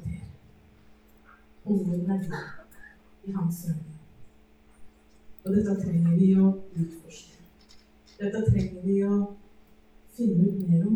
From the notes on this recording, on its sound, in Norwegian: Beklager, dårlig lydkvalitet.